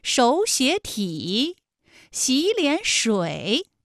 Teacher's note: 第一个音节第二个音节都变成三五，就是二声 · Term: 三声